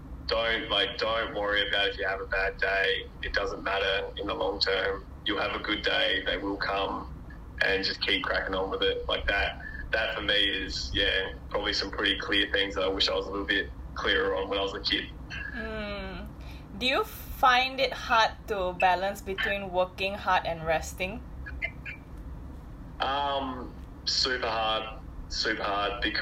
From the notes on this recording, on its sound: This is not an actual podcast with fancy equipment, so please forgive the mediocre audio quality and excessive laughing.